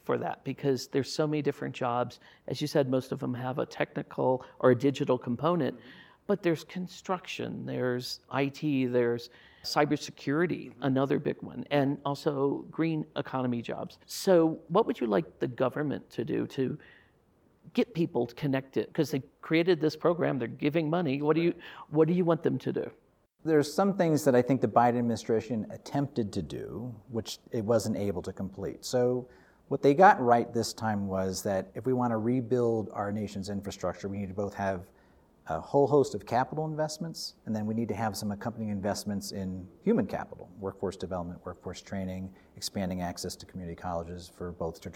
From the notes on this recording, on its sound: We sat down in the “Bucky Dome” on the Aspen Institute campus at the Aspen Ideas Festival. We sat down in the “Bucky Dome” on the Aspen Institute campus at the Aspen Ideas Festival.